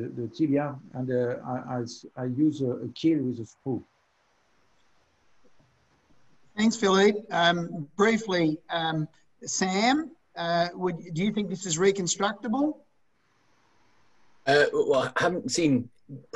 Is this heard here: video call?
yes